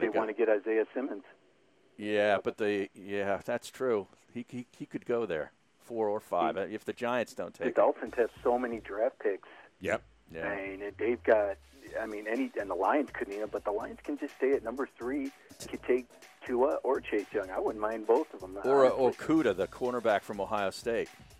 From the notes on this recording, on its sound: From the Wine Cellar. Makes an unscheduled call in.